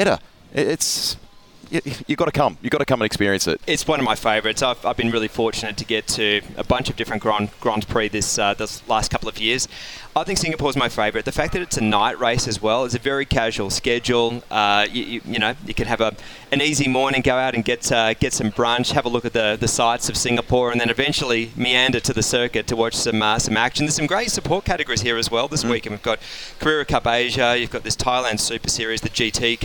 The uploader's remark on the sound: live from the Singapore Grand Prix